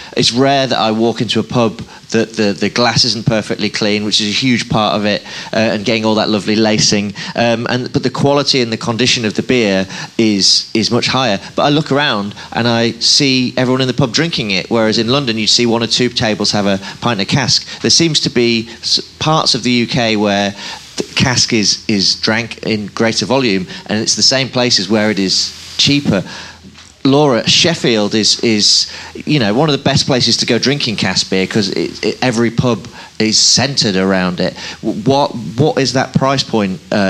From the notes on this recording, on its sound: One of our panel discussions at Fynefest 2022. Our hosts Fyne Ales.